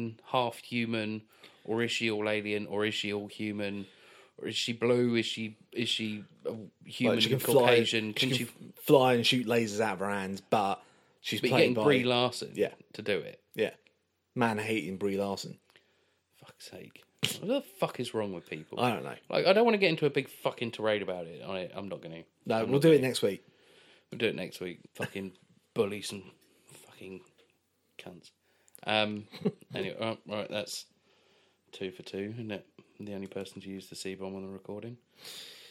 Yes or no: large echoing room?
no